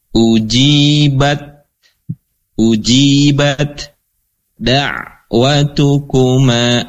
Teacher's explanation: Bagaimana cara membacanya? Cara membacanya berarti masuk ke dalam huruf dal, ya.